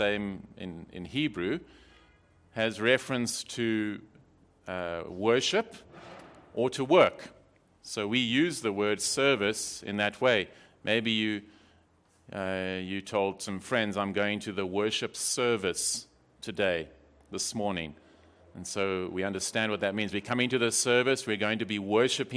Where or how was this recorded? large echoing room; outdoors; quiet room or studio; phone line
large echoing room